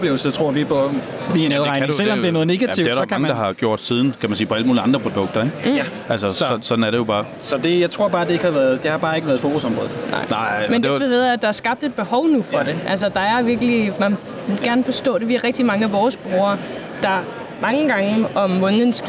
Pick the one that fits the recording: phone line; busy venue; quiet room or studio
busy venue